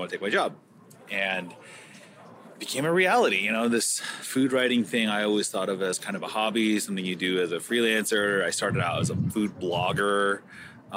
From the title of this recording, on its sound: “On the Road” at the LA Chef Conference 2023